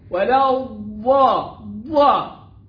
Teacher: الضاد مفخمة وبعدها ألف، يبقى اللي هو مفتوح وبعده ألف اللي هو أعلى درجات التفخيم، والضاد مشددة